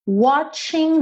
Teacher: E aqui a gente tem watching, tem o T, tcha, igual no tchau